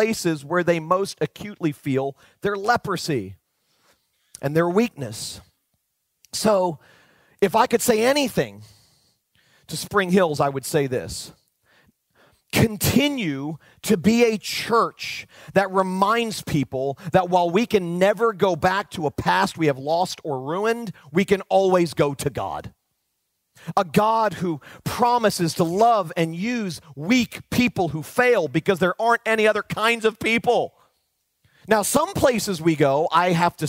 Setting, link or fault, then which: setting, large echoing room